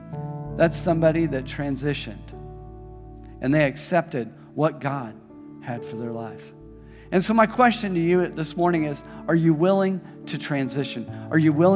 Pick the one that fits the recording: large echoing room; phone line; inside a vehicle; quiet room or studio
large echoing room